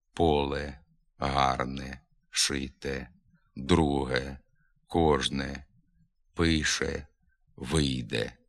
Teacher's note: Виразно звучить «е» і тоді, коли є закінченням слова. Поле, гарне, шите, друге, кожне, пише, вийде.